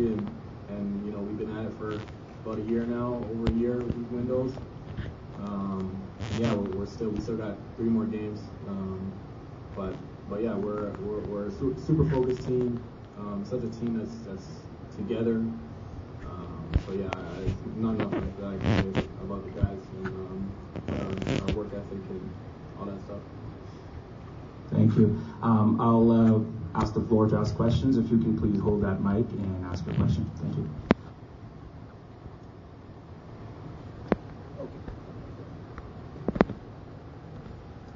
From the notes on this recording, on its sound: Canada Basketball post game press conference. Met post-game with the media.